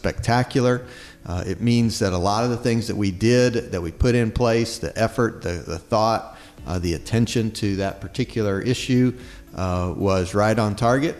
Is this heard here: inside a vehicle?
no